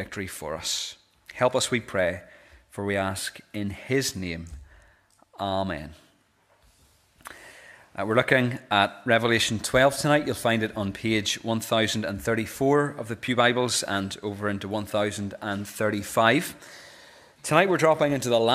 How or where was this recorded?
large echoing room